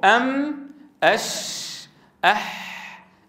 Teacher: الشين والحاء لهما نفس الزمن أطول من الميم